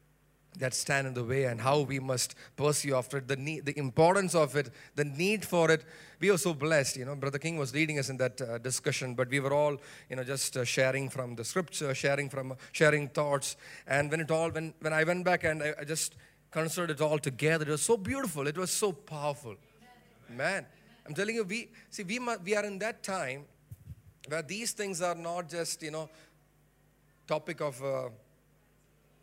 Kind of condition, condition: setting, large echoing room